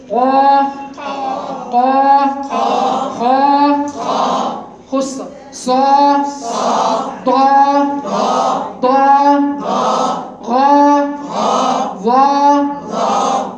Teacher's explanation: خص ضغط القص خص ضغط قوي دي حروف الاستعلاء خلاص يبقى لما انا برتفع باقصى اللسان عندي بيحصل انحصار للصوت ما بين الحته بتاعت اقصى اللسان وما بين سقف الحنك الاعلى